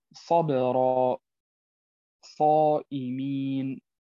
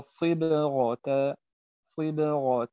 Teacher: درجة الصي أقل من الصو وأقل من الصا · Shown in: second take